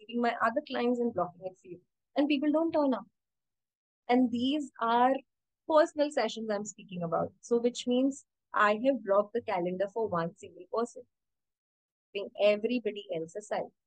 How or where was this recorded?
video call